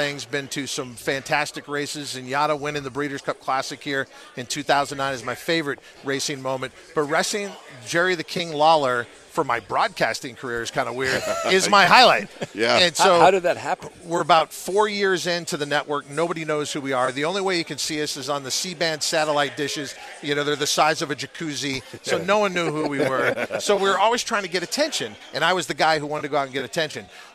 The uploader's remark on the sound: Are "live" from the Breeder's Cup! Fun Friday at the Race Track!